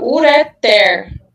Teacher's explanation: Então, não é ureter. A sílaba forte não é a segunda, é a última. Você tem que falar ureter. · Term: oxítona